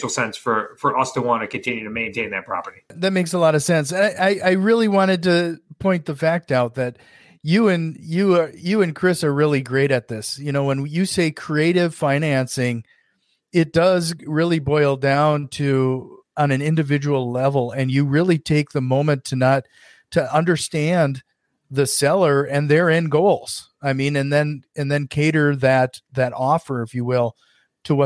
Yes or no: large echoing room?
no